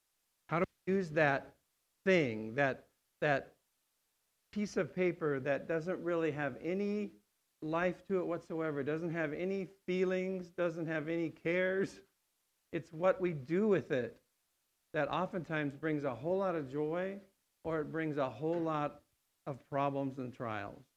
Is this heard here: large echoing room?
yes